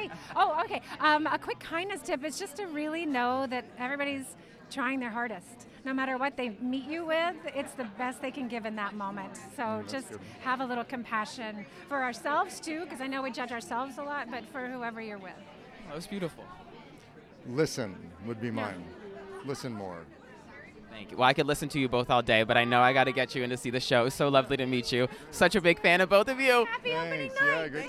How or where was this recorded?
busy venue